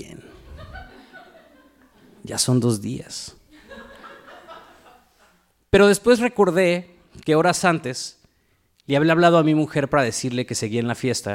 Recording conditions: live audience